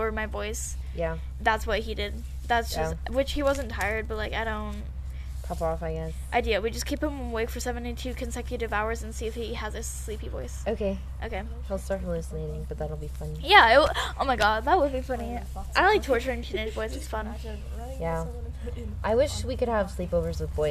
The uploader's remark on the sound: Please excuse the wind and dogs barking we are filming outside as a corona precaution.